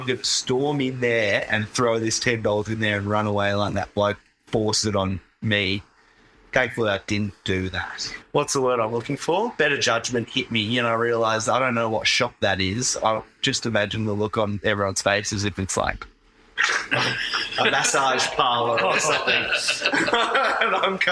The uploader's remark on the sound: NOTE: This episode has poor sound quality due to a lack of technical skill on behalf of the hosts.